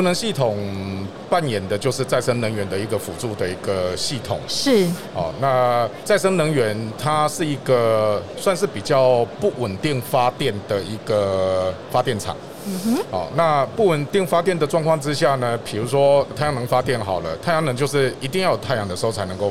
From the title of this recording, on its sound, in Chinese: 2021 Energy Taiwan智慧能源週-Live Podcast